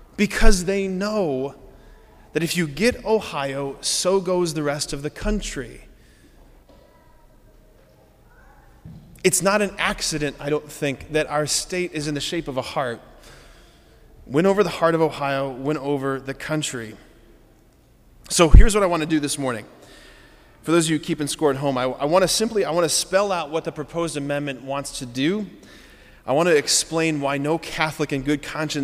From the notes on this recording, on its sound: preached this homily on September 10, 2023 at Sacred Heart of Jesus Catholic Church in Wadsworth, OH